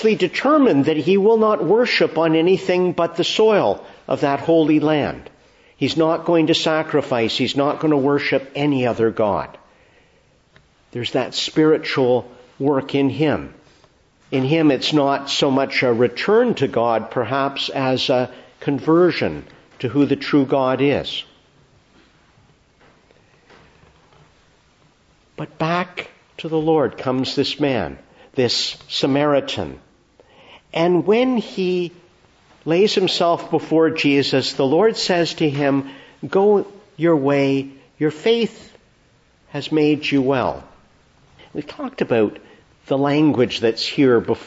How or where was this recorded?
large echoing room